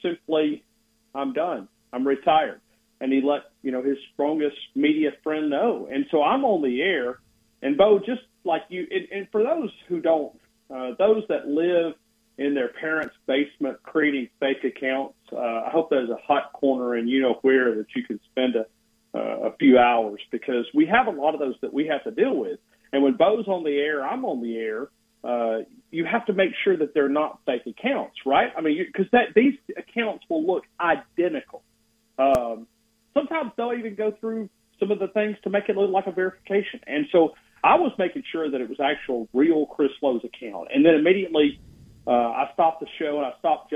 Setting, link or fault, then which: link, phone line